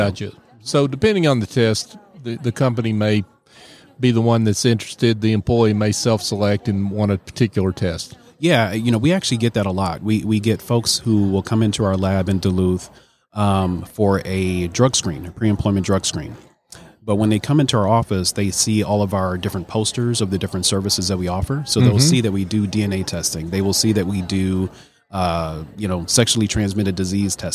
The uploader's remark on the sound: LIVE from SOAHR 2023. At the Business RadioX® remote.